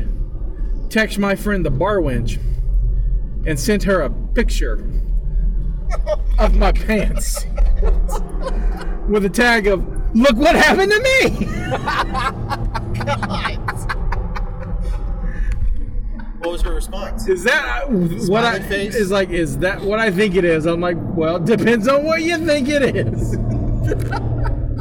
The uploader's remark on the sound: Warning this was recorded live in a car and there was a little trouble with the recorder so the quality isn't as normal.